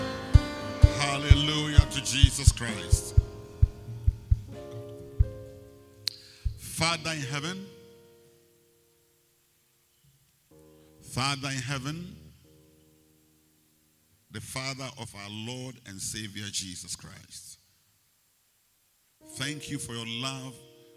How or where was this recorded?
large echoing room